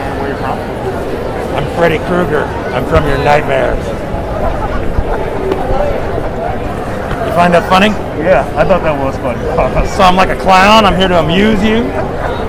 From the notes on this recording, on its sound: This interview was recorded at Planet Comicon 2021 in Kansas City, MO.